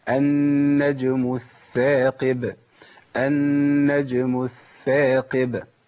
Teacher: كتير من الناس بيقول النجم الثاقب، النجم الثاقب، النجم الثاقب، في الثائين لازم أبين رخاوة في الثاء الأولى